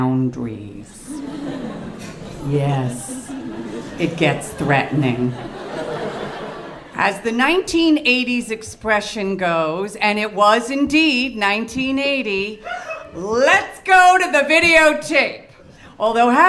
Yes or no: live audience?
yes